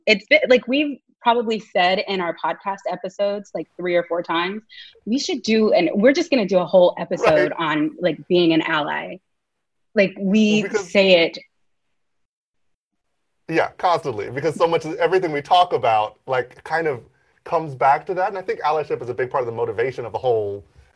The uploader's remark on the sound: Virtual Live Show.